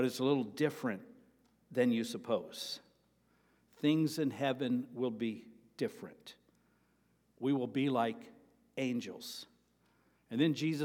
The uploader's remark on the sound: Sermon preached on April 30, 2023, at Avondale Baptist Church.